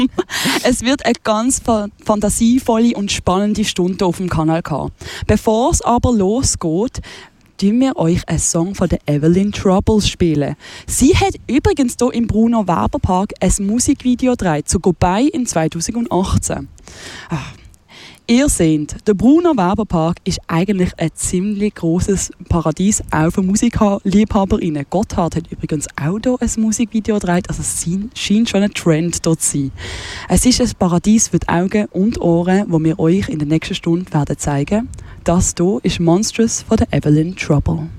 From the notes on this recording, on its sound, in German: Limmattrail – Begegnungen entlang der Limmat: Bruno Weber Park, Dietikon. Deshalb zog unsere Ausbildungsredaktion los und sendete in dieser Woche live vom Ufer der Limmat.